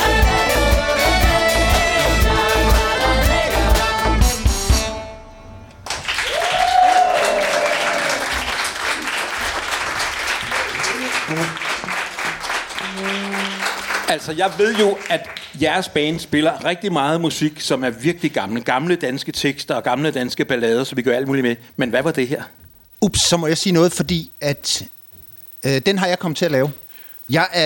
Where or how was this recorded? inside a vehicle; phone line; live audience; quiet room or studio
live audience